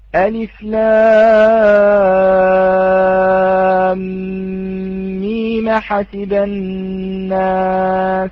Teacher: ينقل حركة الهمزة إلى الساكن قبلها، فهناك ميم، هذه الميم الأخيرة ساكنة وبعد همزة أحسب، فنقل ورش حركة هذه الهمزة إلى الميم، ثم حذف هذه الهمزة، فأصبحت الميم متحركة ولكن حركة عارضة · Term: النقل